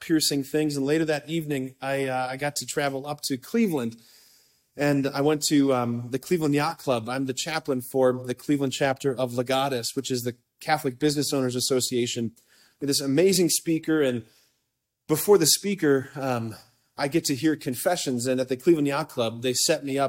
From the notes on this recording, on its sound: preached this homily on May 19, 2023 at a Date Night hosted at Sacred Heart of Jesus Catholic Church in Wadsworth, OH.